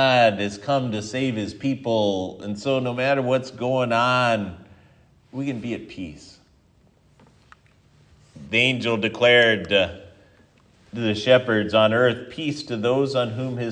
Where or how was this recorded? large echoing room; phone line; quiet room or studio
large echoing room